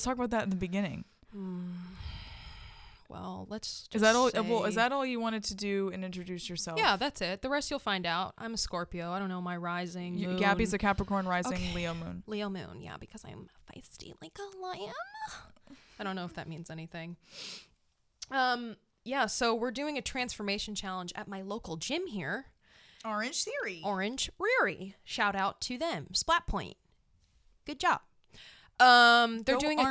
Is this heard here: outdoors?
no